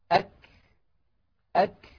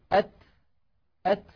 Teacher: الشدة والهمس في الكاف والتاء في زمنين متتاليين خلف بعضهما مباشرة وليس في زمن واحد، لأنه يستحيل على الإنسان أن يأتي بانحباس الصوت وجريان النفس في الزمن نفسه، وإنما هما خلف بعضهما هكذا. · ففي قولي أك هذا الانحباس هو الشدة، ك هذا جريان النفس هو الهمس